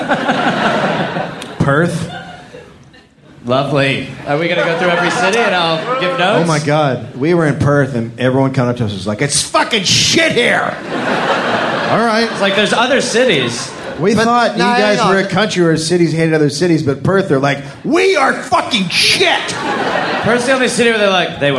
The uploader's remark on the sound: live in Sydney, Australia